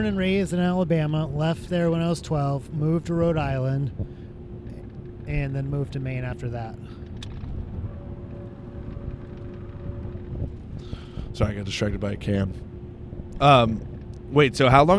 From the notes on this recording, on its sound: The first half of this episode was recorded on the way to an open mic at a roller rink. The second half was on our way back.